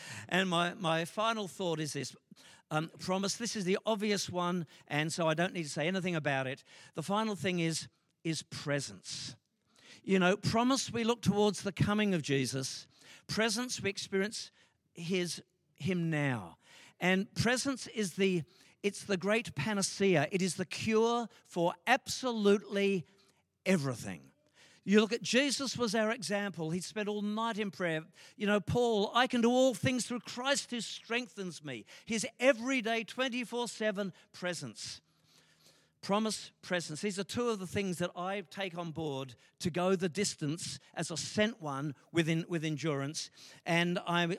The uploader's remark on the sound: LIVE at Echo Church